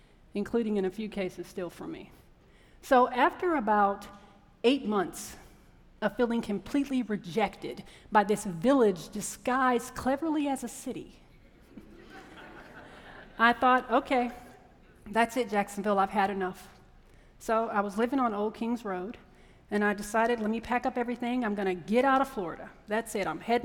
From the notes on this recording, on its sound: A WJCT Public Media and Florida Threatre Production. This episode, recorded live at the iconic Florida Theatre.